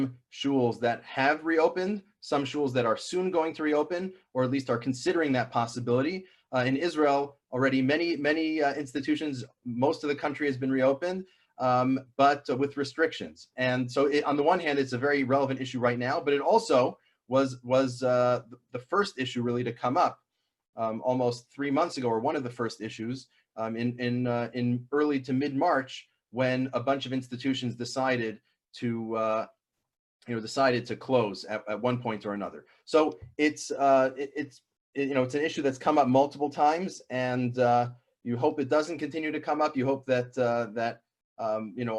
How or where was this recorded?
video call